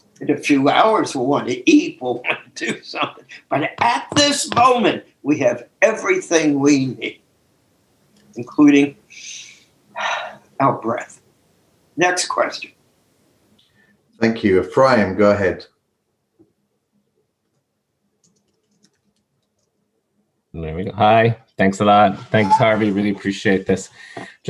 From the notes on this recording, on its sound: took us on a zoom journey